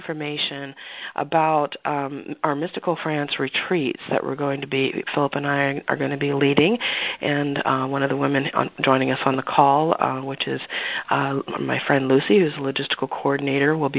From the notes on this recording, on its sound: Mystical France Pilgrimage Teleconference 2.